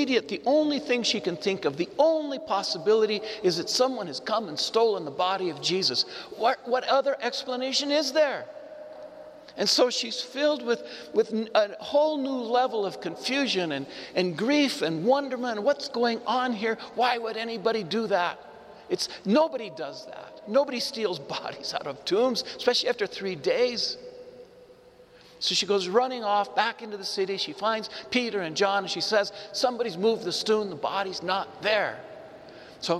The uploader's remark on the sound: This Easter lmorning homily was preached to the Saint Francis Catholic Community of Cuenca in the Iglesia San Francisco, Cuenca, Ecuador.